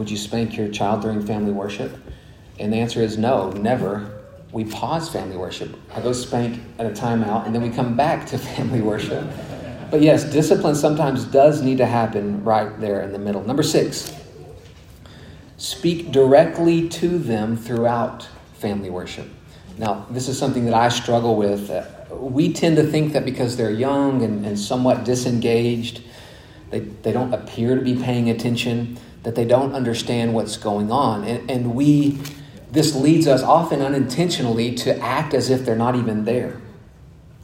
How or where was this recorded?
large echoing room